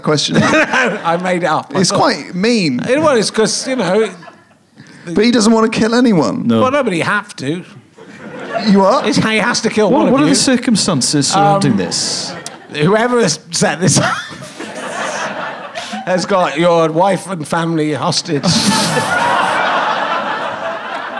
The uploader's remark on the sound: Leicester Square Theatre Podcast